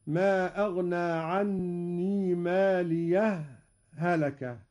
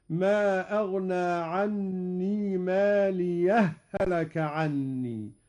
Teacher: لجميع القراء السكت بين الهاءين أو الإدغام هكذا: ما أغنى عني ماليه، هلك، هذا هو السكت.